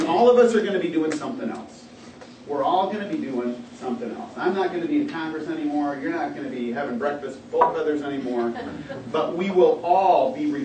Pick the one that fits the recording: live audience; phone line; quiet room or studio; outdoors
live audience